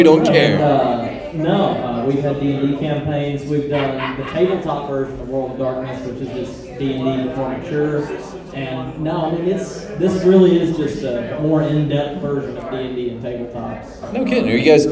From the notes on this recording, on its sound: WARNING THE AUDIO OF THIS EPISODE IS NOT MIXED PROPERLY! We're live from Necronomicom 2022 in Tampa, FL!